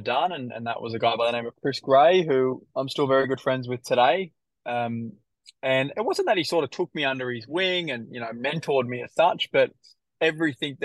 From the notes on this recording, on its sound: was in his car at one of his renovation projects at the time of this recording!